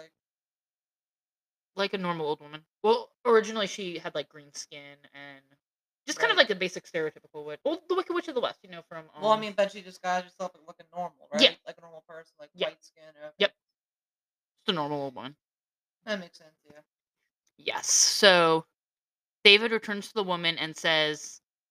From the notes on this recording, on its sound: Sorry for the not so great audio.